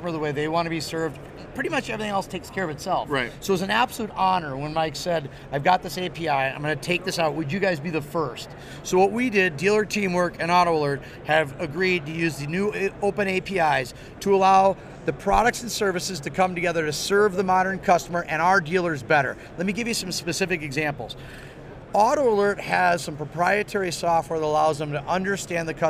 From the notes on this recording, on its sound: stops by the Modern Dealership In the Box interview booth at the NADA Show 2018